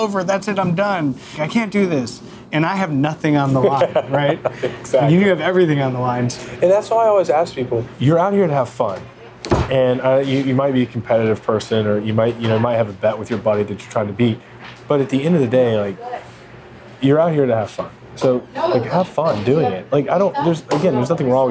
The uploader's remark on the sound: We sat down at the Brentwood Country Mart (which was fun but also potentially too busy for the audio; we live and we learn)